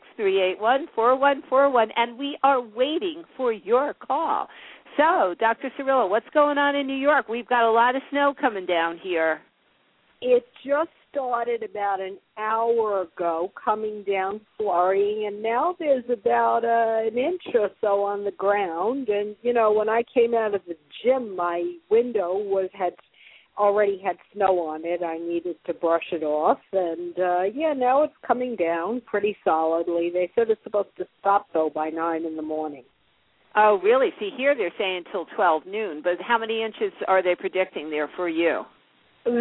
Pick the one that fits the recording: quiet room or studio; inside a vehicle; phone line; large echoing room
phone line